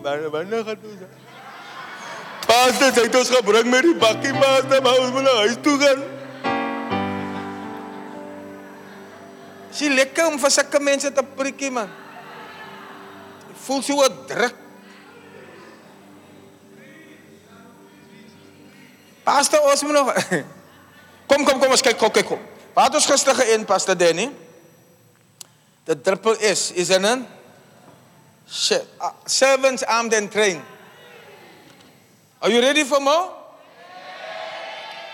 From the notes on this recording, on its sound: Preached at the Church Growth Conference in Cape Town, South Africa on the 9th July 2023 (Session 5).